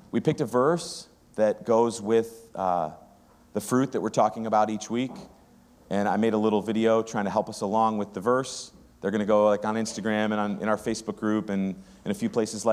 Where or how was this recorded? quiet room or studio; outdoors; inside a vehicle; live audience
live audience